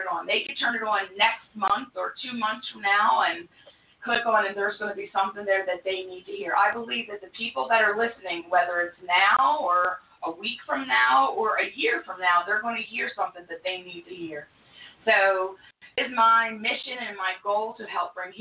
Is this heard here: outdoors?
no